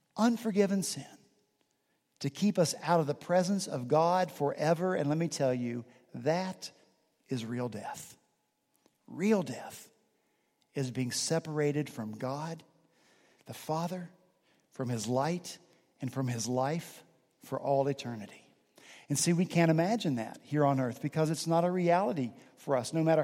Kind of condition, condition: setting, large echoing room